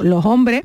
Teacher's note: Puede ser que yo con esa S lo que haga es una aspiración